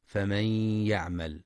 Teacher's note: ينتبه القارئ لإدغام النون في الياء بغنة في فمن يعمل